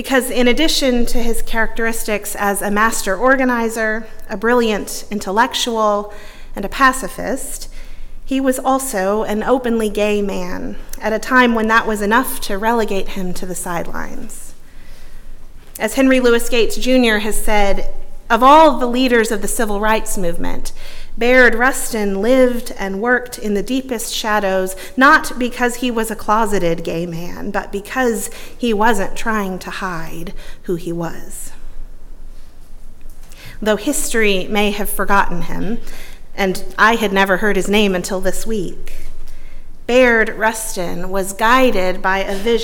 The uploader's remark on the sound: at Northminster Church on January 26, 2020